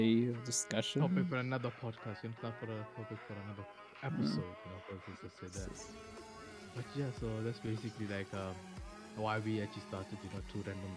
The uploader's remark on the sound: Please excuse the averageness and the unbalanced audio, we are still finding our groove. Background music used in video.